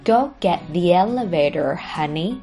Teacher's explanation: get 这个单词中的字母 t 在这里可以不发音，停顿一下，然后呢直接连上后面 the 这个单词